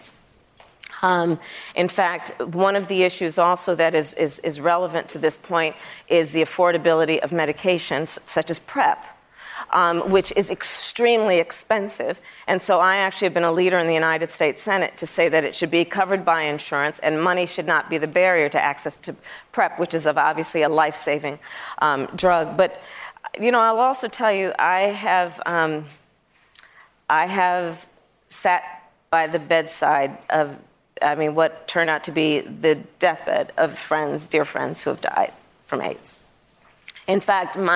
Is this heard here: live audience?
yes